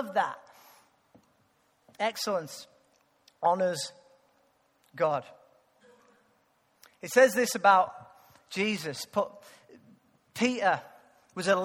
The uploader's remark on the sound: Recorded live at Life Church on Sunday 30th November 2014.